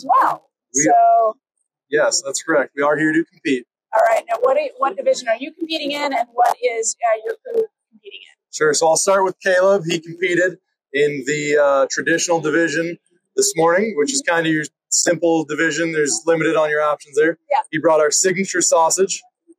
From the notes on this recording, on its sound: This year, we took The Hot Slice Podcast to the show floor at Pizza Expo. Be patient with the sound. It will be worth it to hear the enthusiasm and energy of pizzeria professionals at the show.